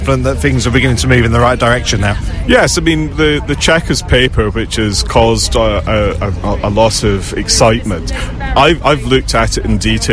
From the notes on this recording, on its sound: Live from Milton Keynes train Station